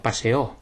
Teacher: Yeah, so a lot of emphasis on it. Imprimir mucho énfasis en esta O.